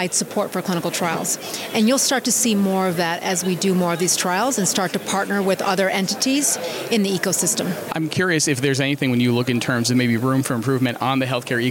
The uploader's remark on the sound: mini episode of the podcast recorded at HLTH in Las Vegas